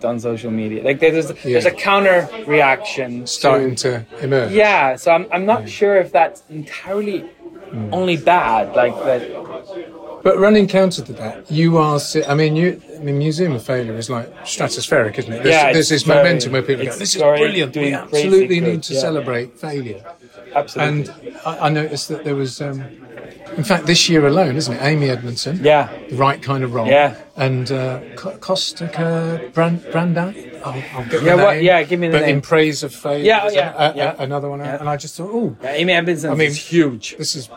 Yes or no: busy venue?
yes